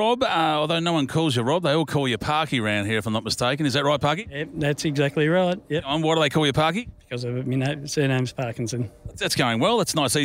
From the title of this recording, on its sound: Live from Bendix Brakes